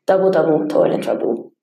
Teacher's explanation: There's trochaic tetrameter, which is a line which contains four sets of a stressed syllable followed by an unstressed syllable